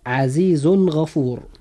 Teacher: عزيز غفور مكون من كلمتين وحرف الإظهار هنا هو حرف الغين، وهو مثال للتنوين